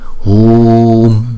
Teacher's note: Ôm kili kili kili kili kili kili vajra vajra cha vajra vajra hum hum hum fat fat fat. chữ hum á, chúng ta đọc chữ hu kéo dài chữ u, hum, thấy không, kéo dài chữ u rồi chúng ta mới đóng chữ u lại.